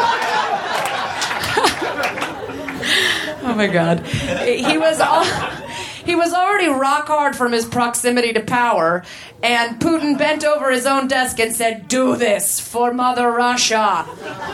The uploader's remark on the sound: Recorded at Union Hall in Brooklyn, March 7, 2014.